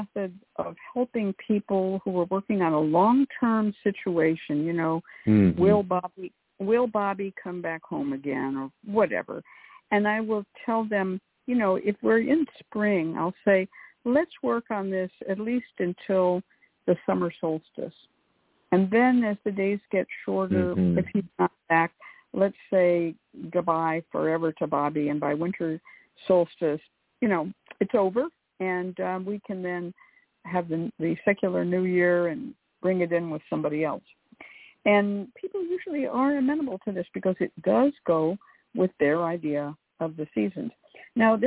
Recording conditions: phone line